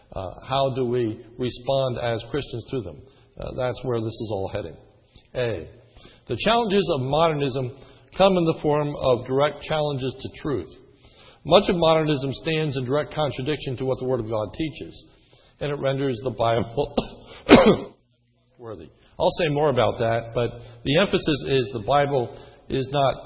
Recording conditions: large echoing room